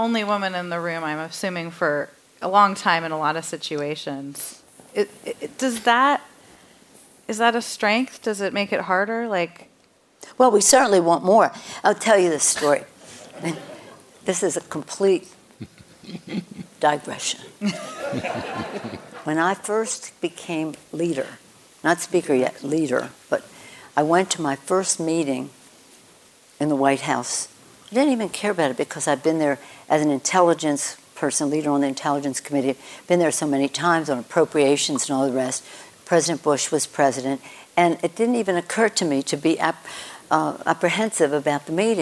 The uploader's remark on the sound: on stage at KQED Live